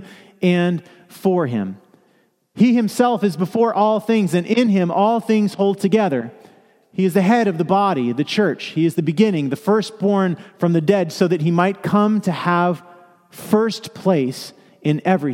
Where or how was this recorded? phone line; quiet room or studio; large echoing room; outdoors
large echoing room